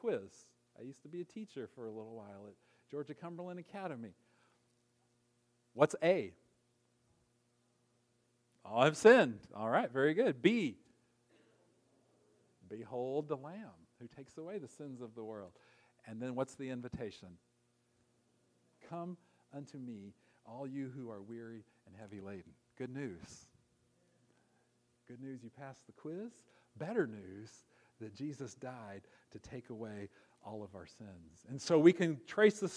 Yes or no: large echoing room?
yes